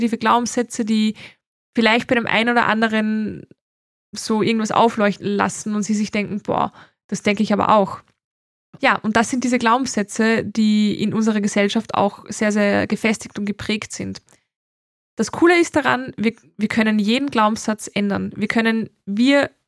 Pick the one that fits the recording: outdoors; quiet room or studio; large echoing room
quiet room or studio